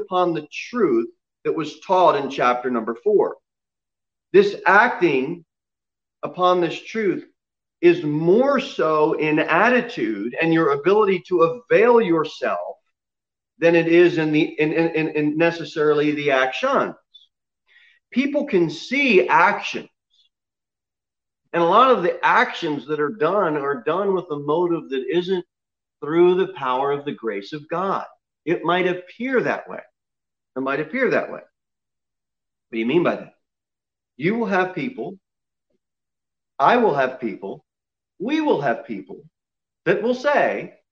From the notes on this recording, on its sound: Sermon preached at Pilgrim Baptist Church on Sunday, February 28, 2021 at 6:15 pm. Cookeville, TN 38501.